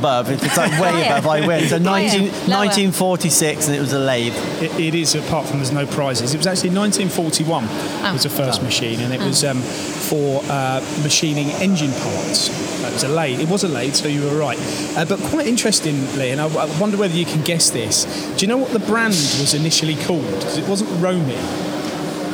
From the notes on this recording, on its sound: Recorded from the recent ROMI open house